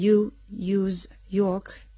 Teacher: las consonantes aproximantes o semi-vowels, que son el sonido palatal ye